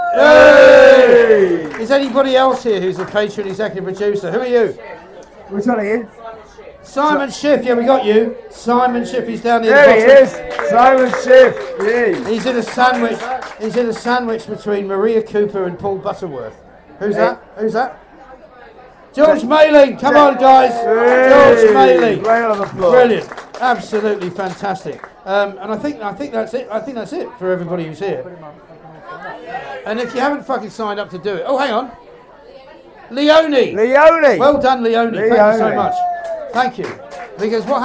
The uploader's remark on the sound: LIVE FROM THE HORSESHOE PUB